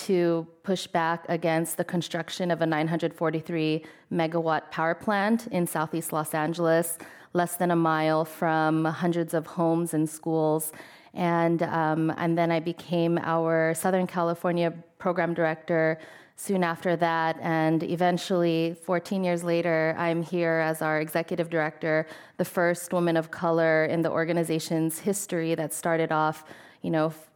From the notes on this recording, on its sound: This program was recorded in front of a live audience at The Commonwealth Club of California in San Francisco on January 14th, 2020